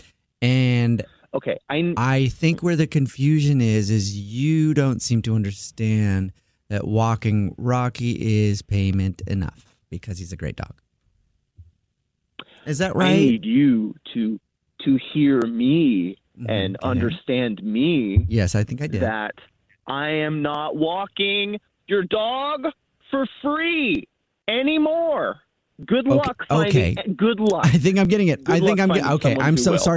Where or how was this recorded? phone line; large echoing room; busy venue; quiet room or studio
phone line